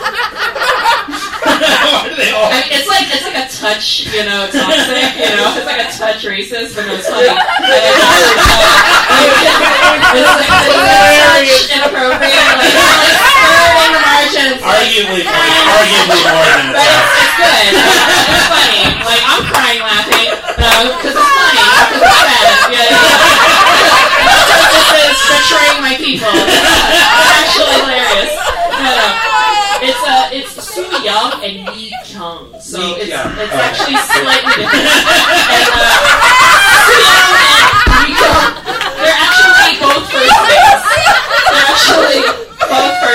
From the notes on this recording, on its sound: Live in Alaska. This is the first ever K-Drama School podcast live recording at Anchorage, Alaska with the B4UDie Comedy Festival at E Street Theater.